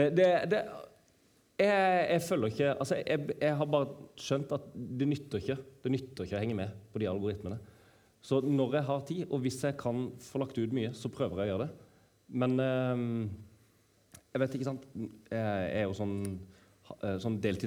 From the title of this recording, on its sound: live TOK2022